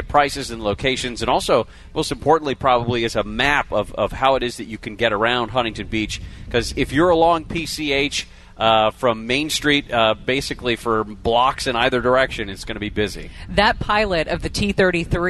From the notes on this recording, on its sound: We are LIVE from the Great Pacific Airshow in Huntington Beach all day today!